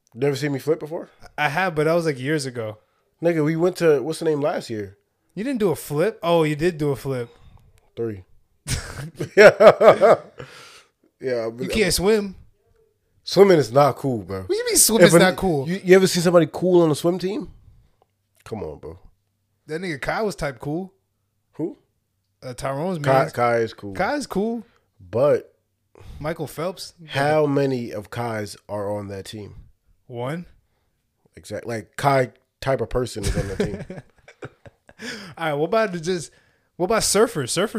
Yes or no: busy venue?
no